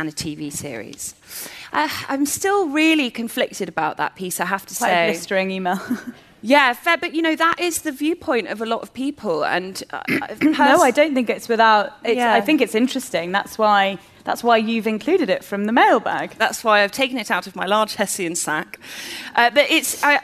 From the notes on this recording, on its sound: A LIVE Episode. We're back at Google's Curiosity Rooms to celebrate the launch of their Google Pixel 3 phone.